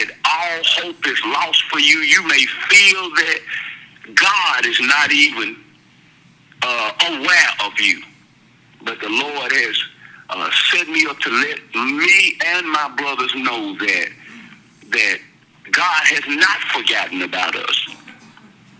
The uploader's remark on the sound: will be with us, via cell phone, in this podcast